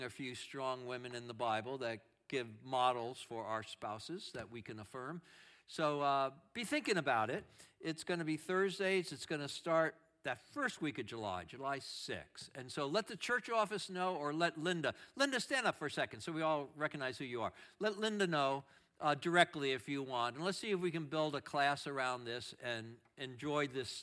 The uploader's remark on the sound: Audio of our worship service. Streamed live from our campus in Westlake Village, CA.